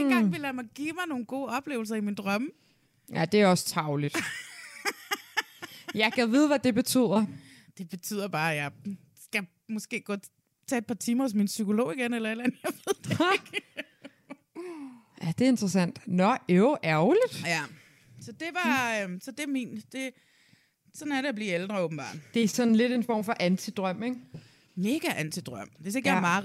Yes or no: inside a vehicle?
no